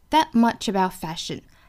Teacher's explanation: That 美音的 t 和 about 尾音的 t 我们都要做省音处理，不要把它读出来